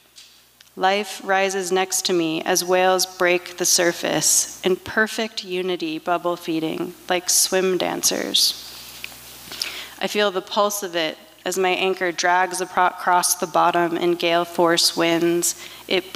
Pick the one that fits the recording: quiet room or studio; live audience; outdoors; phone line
live audience